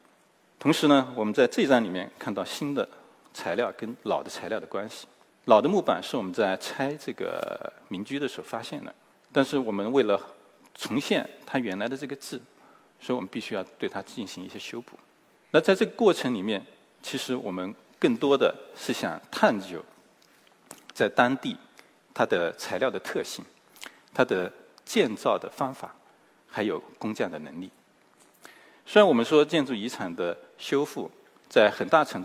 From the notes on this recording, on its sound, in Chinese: 一席现场。